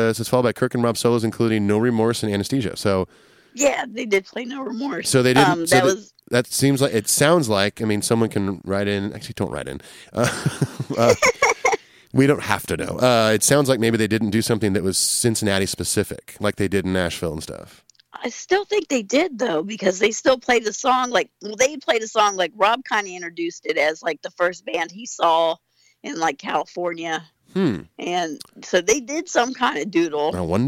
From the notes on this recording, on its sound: gets on the phone with our long time listener